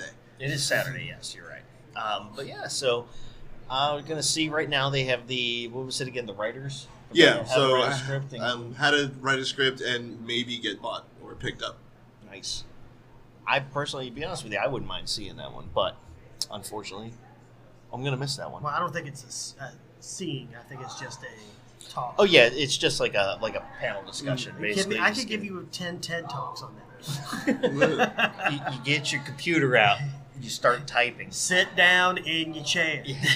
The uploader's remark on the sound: Interview's we conducted at the Sunscreen Film Festival in St. Petersburg, FL!!